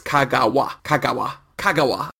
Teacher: And there's no emphasis in Japanese, apparently, or there's no emphasis in Kagawa anyway, so you just hit all the syllables equally. It's Kagawa, Kagawa, Kagawa.